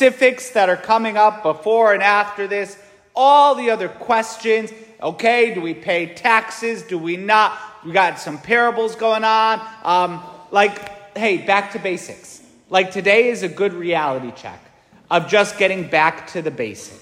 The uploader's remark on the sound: St Francis Catholic parish homily